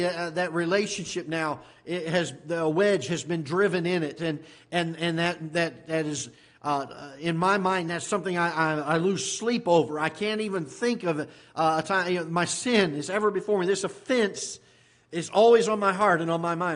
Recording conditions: large echoing room